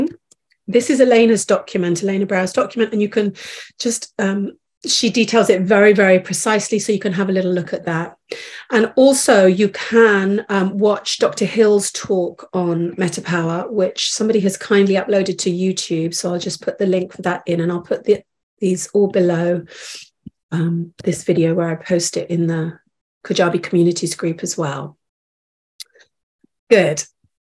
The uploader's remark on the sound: This episode is from a live Call